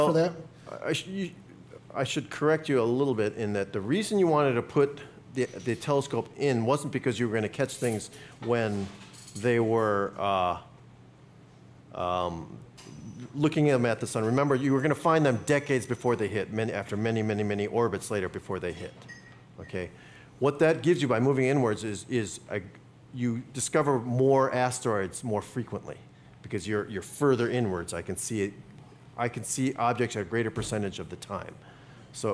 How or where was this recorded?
busy venue